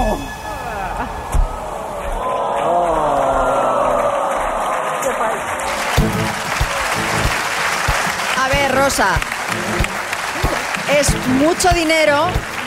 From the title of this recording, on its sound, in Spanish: en directo desde el MUSEO GUGGHENHEIM BILBAO